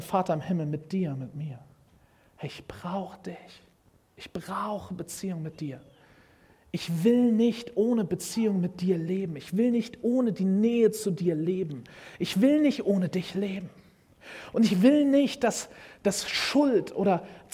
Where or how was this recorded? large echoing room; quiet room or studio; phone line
large echoing room